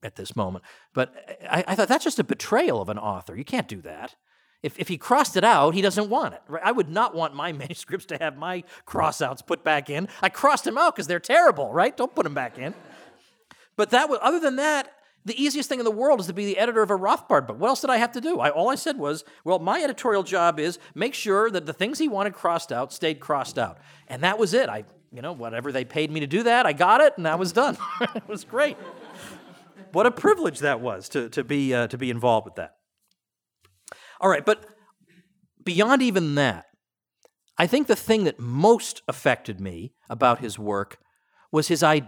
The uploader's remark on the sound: The opening lecture of Mises University 2017. Recorded at the Mises Institute in Auburn, Alabama.